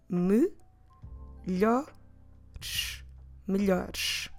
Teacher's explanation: Now that you know how do we write them down, notice that we're dropping, when we're saying on the plural form melhores, we're dropping both es